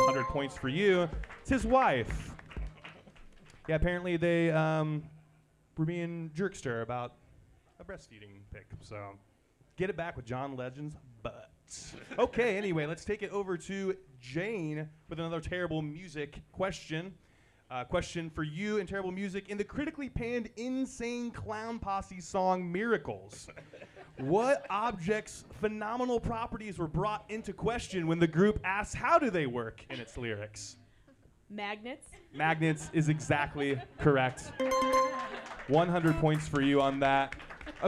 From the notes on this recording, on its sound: Live recording of Quiz-o!